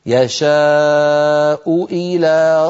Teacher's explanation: التقى في النطق همزتان، همزة مضمومة وهمزة مكسورة